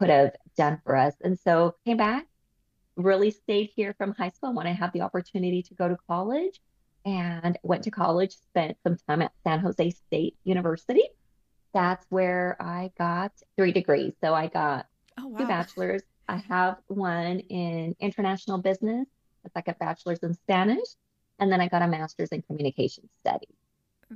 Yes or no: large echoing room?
no